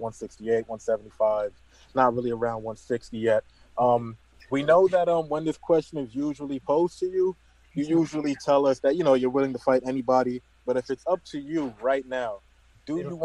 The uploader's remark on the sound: Post Fight Media Conference. Fantasysprings.